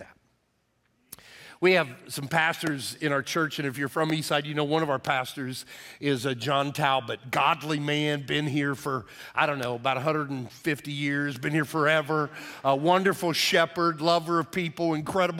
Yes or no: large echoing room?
yes